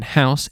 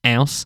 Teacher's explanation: not pronouncing the H in house · Shown in: second take